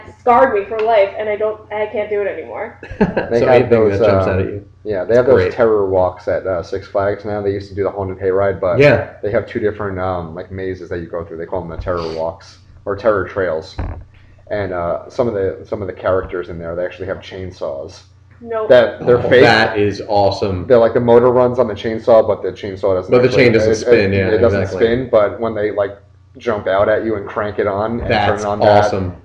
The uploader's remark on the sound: Due to a technical issue, the recording quality of this episode is lower than usual.